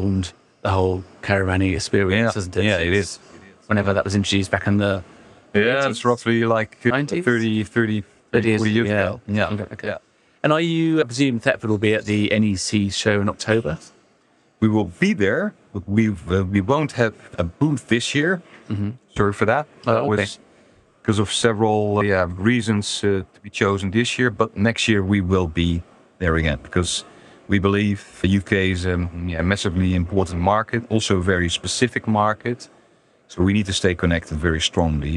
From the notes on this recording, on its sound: An interview I recorded at the Caravan Salon Dusseldorf.